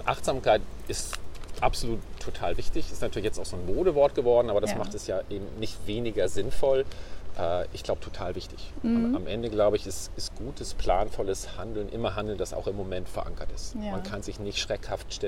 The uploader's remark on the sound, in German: Auf einen Spaziergang